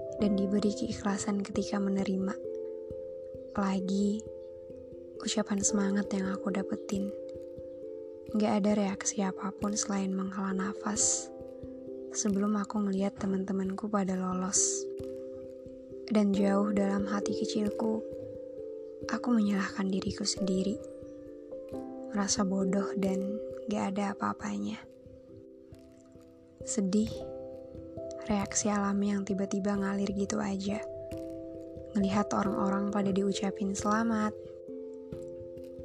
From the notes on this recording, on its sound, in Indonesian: maaf agak berisikkk rumah lagi rame